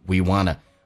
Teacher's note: We want to 可以说成 W-A-N-N-Awanna， We 长元音可以弱化成短元音